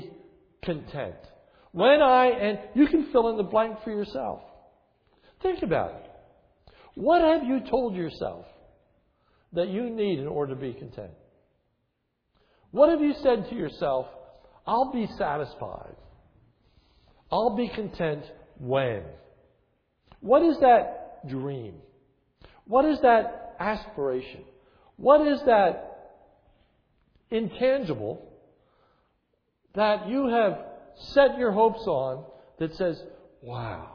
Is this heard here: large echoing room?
yes